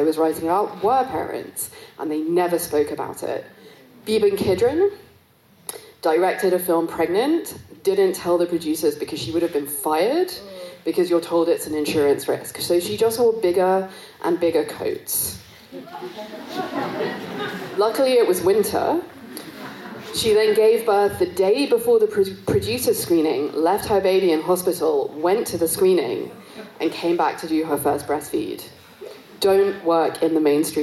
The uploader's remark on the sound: This talk was recorded as part of the two day Forum on Feminist Perspectives, held at Vienna’s Stadtkino in November 2022.